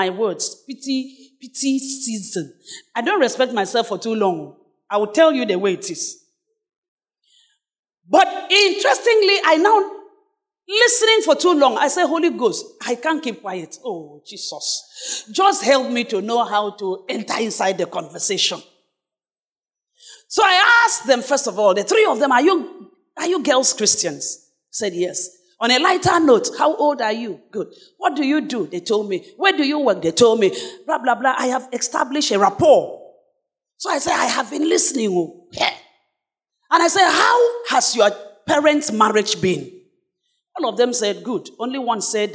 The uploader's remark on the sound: Sermon preached at CBC Shiashie Campus